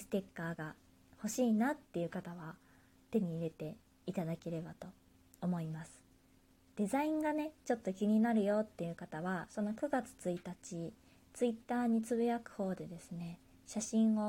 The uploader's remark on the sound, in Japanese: 自宅でスマホによる収録のため様々な騒音が収録されています、ご了承ください。